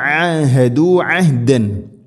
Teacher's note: ഐൻ തൊണ്ടയുടെ മധ്യഭാഗം, ഹ തൊണ്ടയുടെ തൊട്ട് താഴെ, മഖ്റജുകൾ അടുത്താണ്